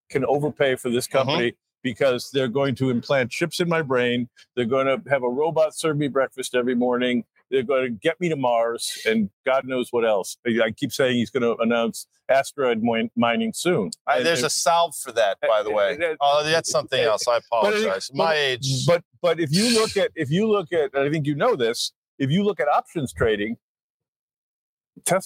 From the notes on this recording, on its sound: LIVE from Miami for iConnections Global Alts '24